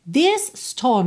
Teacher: This termina em S, storm começa em S, você junta num S só